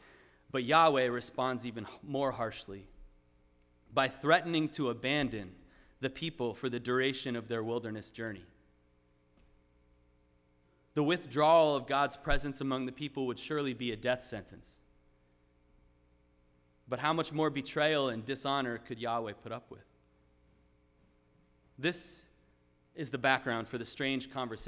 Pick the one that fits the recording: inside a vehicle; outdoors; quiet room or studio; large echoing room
large echoing room